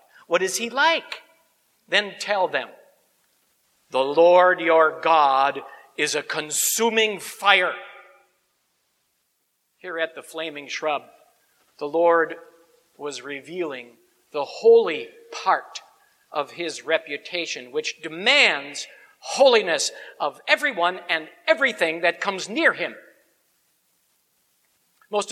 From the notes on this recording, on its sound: Sermon on Exodus 3:1-15 preached at Grace Ev. Lutheran Church.